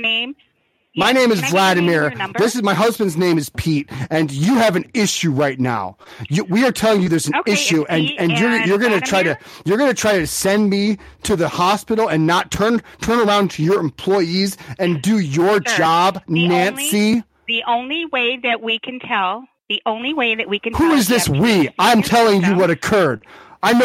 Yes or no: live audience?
no